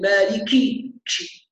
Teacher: تبالغ في همس الكاف فنسمع صوت كاف مشوبة بصوت الشين